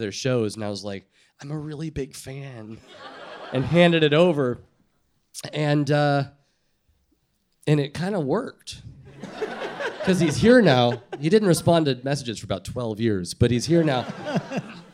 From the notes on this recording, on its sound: Live show taping at Bowery Ballroom, New York City. Onstage for tales and tunes!